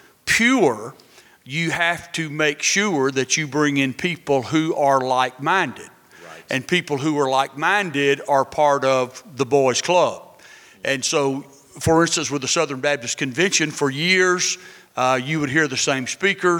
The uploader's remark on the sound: At the "With Liberty and Justice for All" conference in Clearwater, FL, a thought-provoking panel took place.